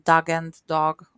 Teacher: So, you know, the pronunciation, the Hungarian accent is, we, we only have one sound for every vowel. We only have the one ah. So I couldn't make a difference between Doug and dog.